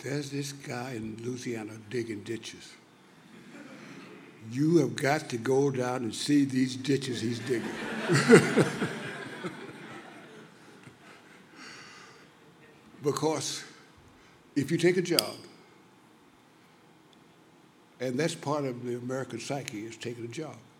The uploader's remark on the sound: recorded at the 2008 International Achievement Summit in Kailua-Kona, Hawaii